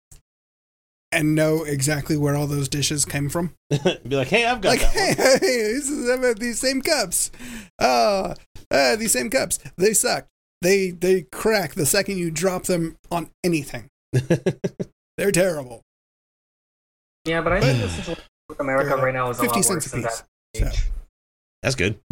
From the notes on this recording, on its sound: Killed his headphones and we had to cut short. This is the audio version of the livestream we normally record on Saturday nights before we do the show for the week.